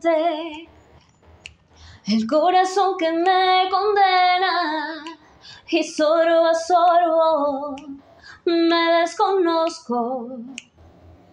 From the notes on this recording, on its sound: The stage is also different from where I'm usually seen, and I decided to change it for an empty room that we are remodeling. This room adapted perfectly to what I wanted because my interpretation is a capella and that room where you can see me has a very great sound bounce that allowed me to hear myself and to be able to sing in a correct way this musical theme.